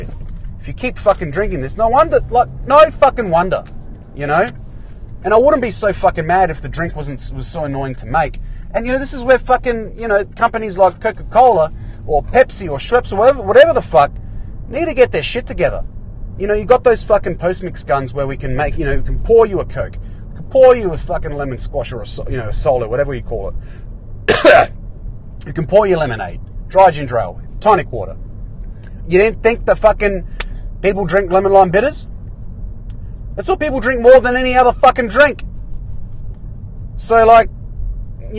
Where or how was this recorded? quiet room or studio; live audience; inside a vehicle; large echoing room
inside a vehicle